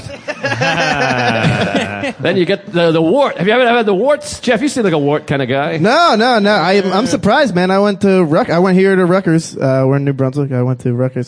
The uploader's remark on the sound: This weeks episode was recorded live at The Stress Factory in New Jersey!